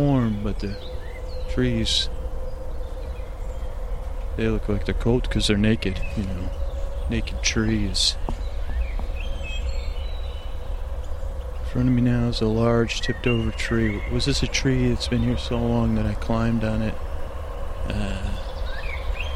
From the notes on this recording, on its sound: This episode was recorded on location (starts 14:30) and contains ambient noises like birds and moss scratching, as well as me walking.